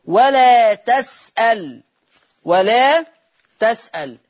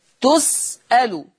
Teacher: ورش يقرأ بفتح التاء وتسكين اللام